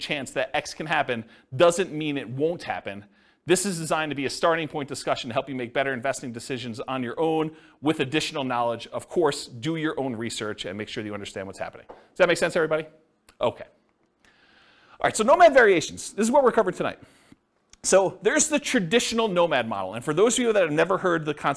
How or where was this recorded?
live audience